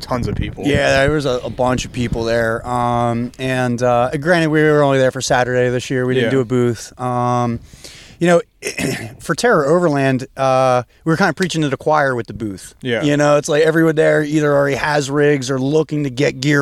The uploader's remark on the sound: We recorded this podcast from a campsite at 4100 ft elevation very close to Reddish Knob.